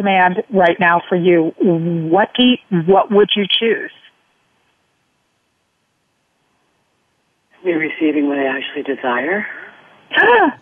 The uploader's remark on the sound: Live callers have the chance to receive facilitation from both of us.